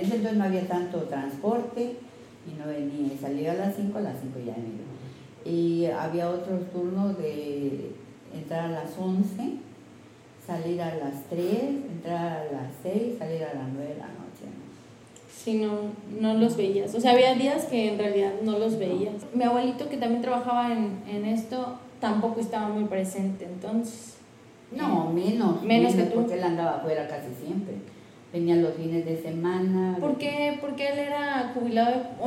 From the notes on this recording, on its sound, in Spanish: El audio mejorará nos falto en Tuxtla un filtro pop para reducir lo ruidos.